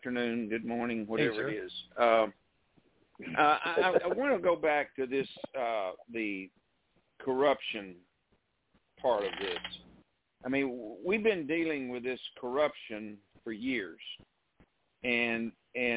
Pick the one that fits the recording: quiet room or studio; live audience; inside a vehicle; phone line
phone line